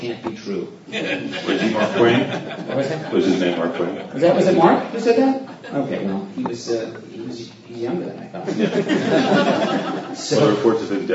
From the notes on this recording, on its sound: Exploring Heroes & Faith at Stan Lee's Comikaze Convention. A panel he was part of at Stan Lee's Comikaze Convention in Hollywood, LA.